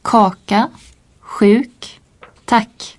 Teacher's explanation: Le K se prononce comme en français, mais il est expiré en tête d'une syllabe accentuée.